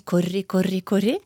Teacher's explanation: Og så kommer vi over i Ørsta, hvor de har litt mer stemte r-er. Der sa de korri, korri, korri.